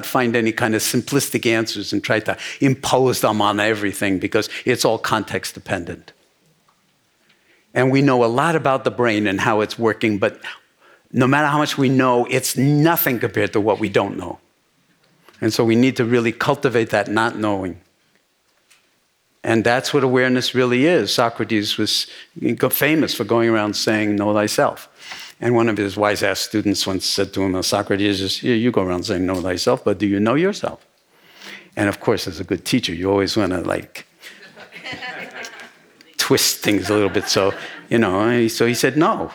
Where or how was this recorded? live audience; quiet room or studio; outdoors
live audience